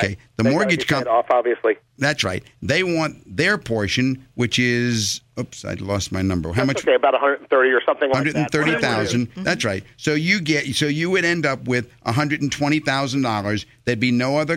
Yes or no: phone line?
yes